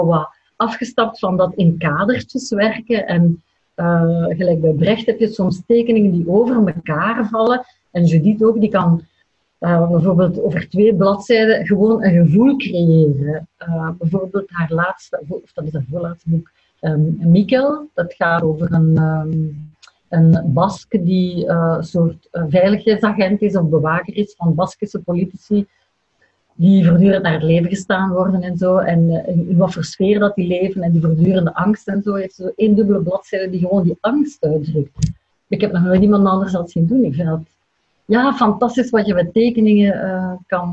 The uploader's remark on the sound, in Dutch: Via de webcam. Deze aflevering is opgenomen in volle coronacrisis, dus op afstand. Zat thuis in Leuven, ik in Gent.